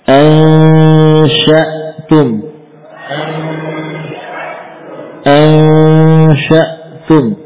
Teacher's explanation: Ada gunnah yang sempurna dihitung, dan masih ada suara mulut, ya, suara lidah di sekitar makhraj shin